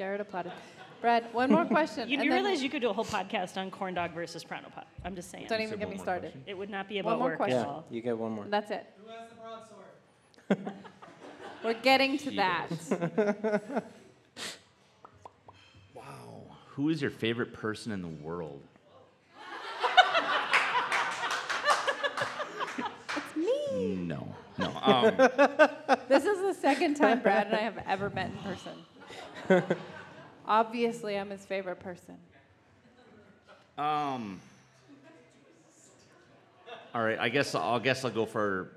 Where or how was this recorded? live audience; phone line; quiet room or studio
live audience